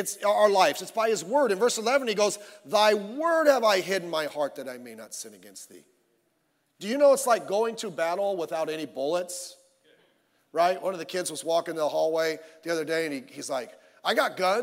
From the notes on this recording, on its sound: Sunday Morning Service